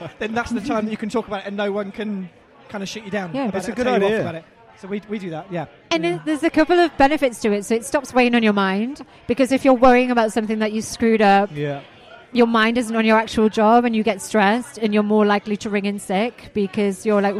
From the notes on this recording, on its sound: live from the loudest pub in London